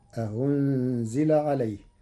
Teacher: قرأ ورش كلمة أأنزل بتسهيل الهمزة الثانية بين، فتصير أهنزل عليه